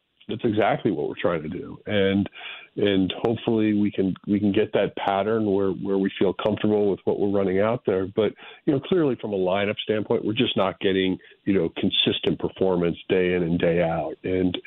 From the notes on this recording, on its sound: Opens up the phone lines to discuss all things Cardinals.